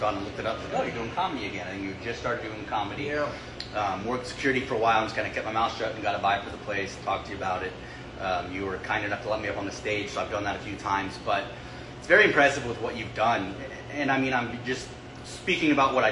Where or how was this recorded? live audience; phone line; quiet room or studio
live audience